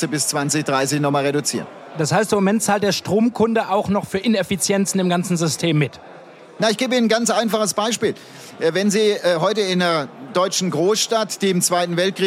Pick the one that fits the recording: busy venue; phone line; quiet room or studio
busy venue